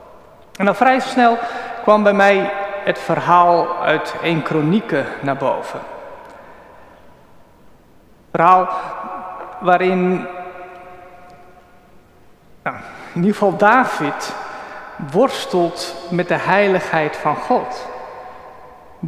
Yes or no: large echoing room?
yes